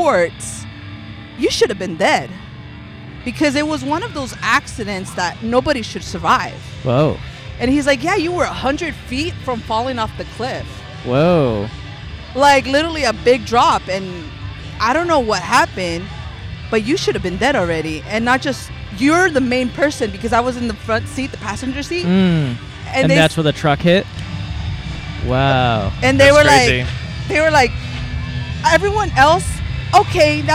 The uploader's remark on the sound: At A Haunted Hayride. Recorded on 9/29/23 at The Haunted Hayride at Griffith Park in Los Angeles, CA.